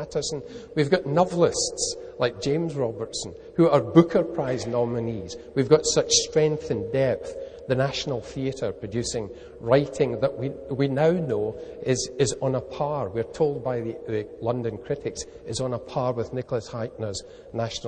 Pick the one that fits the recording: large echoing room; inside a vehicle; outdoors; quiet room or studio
large echoing room